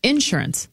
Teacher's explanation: Insurance. And we put the emphasis on the sure, like insurance